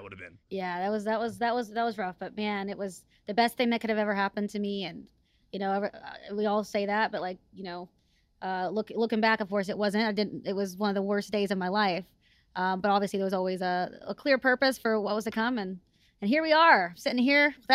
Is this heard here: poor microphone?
no